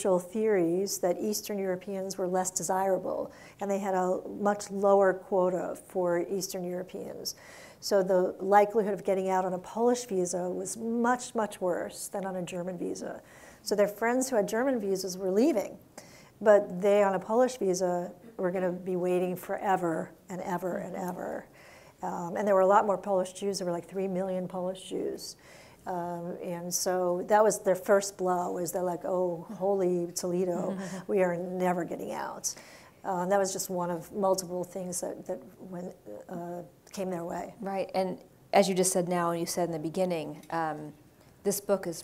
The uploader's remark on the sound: we go back to our in-person event